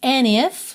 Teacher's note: Então o de sumiu.